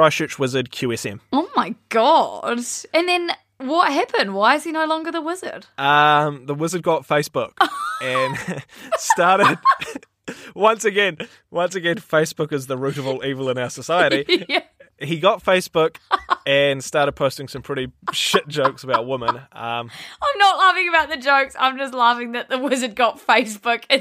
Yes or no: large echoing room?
no